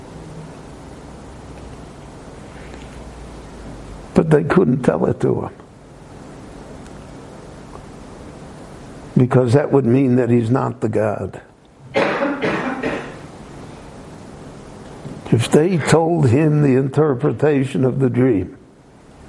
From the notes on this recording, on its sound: The following short lecture was given LIVE at Beit Knesset HaNassi In Jerusalem between the Mincha and Maaric prayer services.